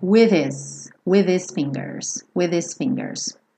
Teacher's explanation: esse H do his, ele vai dar uma sumida e você vai ter with his.